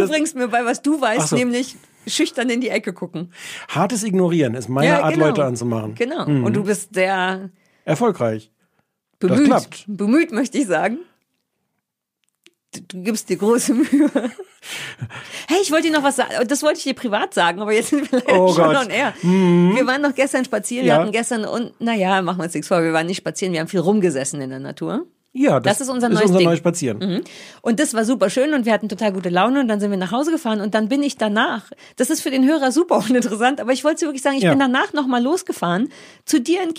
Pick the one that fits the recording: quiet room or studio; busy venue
quiet room or studio